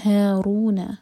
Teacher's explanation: را پر ضمہ تو را ہیوی ہوگا